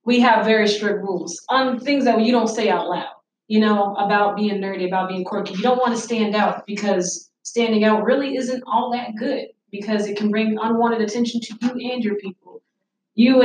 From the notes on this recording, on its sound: panel at UCF’s Day of Cosplay